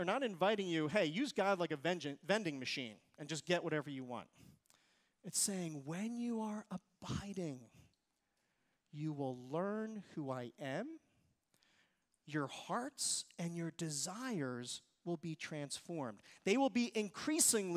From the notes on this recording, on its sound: Recorded service from July 30, 2023.